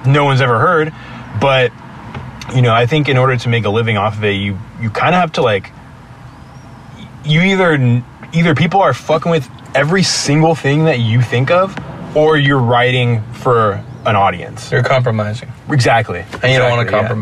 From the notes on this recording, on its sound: sit down outside a gig in San Jose California